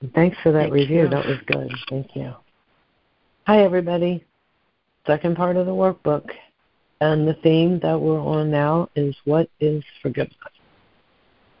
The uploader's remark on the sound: ACIM Daily Conference Call